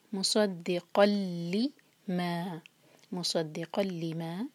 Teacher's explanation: مصدی، قاف کی تنوین کے بعد آگے لام ہے تو یہاں پر ہم کریں گے ادغام بغیر غنہ کا. اس کا مطلب ناک میں آواز بالکل نہیں جائے گی